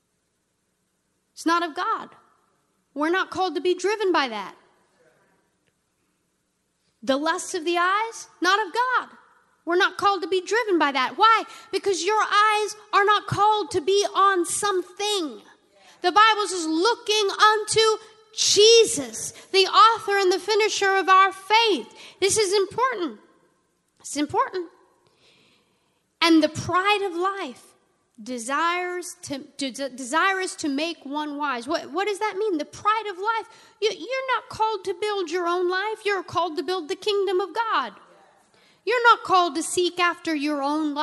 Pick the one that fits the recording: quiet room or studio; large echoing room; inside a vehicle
large echoing room